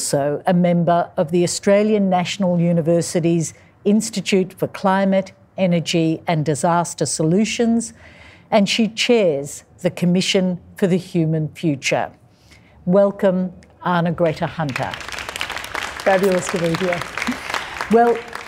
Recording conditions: live audience